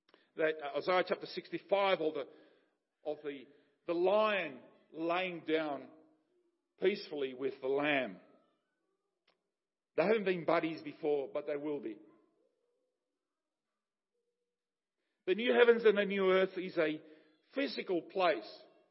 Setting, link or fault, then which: setting, large echoing room